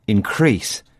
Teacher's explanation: the stress falls on the second syllable.